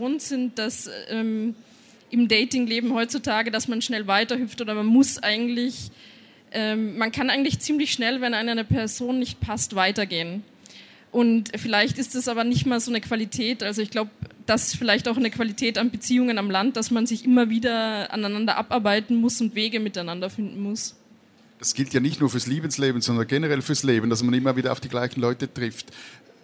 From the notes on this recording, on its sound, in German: Beim Livepodcast auf der Buchmesse Wien